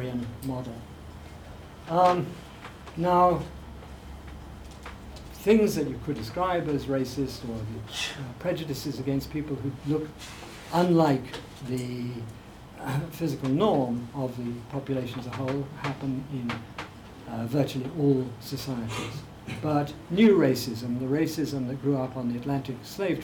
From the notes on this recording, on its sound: Speaking at the African Athena conference.